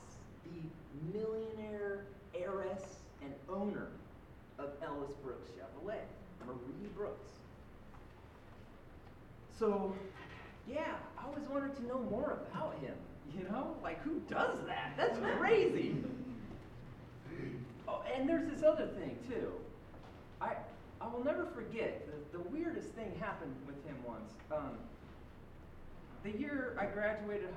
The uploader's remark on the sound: live on stage at Hipbone Studio for live storytelling with Portland Story Theater